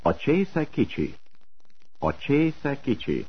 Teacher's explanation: Note the descending intonation pattern.